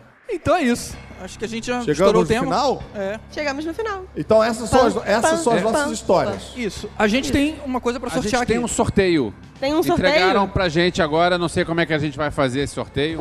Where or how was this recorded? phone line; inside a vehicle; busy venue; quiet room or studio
busy venue